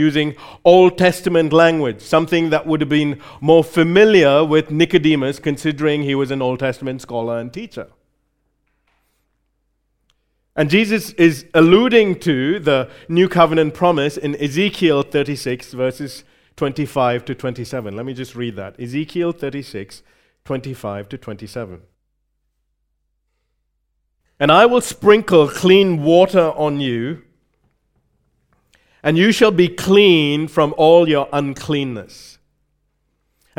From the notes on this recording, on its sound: recorded live at Grace Community Bible Church